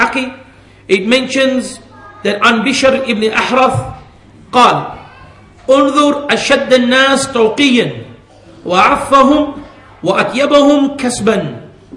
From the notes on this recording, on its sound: at the Leeds, The Correct Path conference